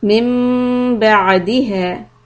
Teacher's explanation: So here we have إقلاب with إخفاء شفوي، lips lightly on top of each other.